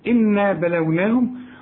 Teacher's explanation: إنا، شوف النون الثانية دي، بلوناهم ما فيهاش غن عشان ما فيش الشدة